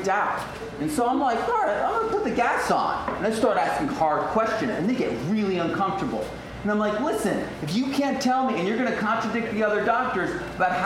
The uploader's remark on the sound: LIVE At Golden Coast Mead. This is the first time running through the 5 Steps to an Abundant Future in front of an audience & with local representatives of the 5 Steps speaking as well.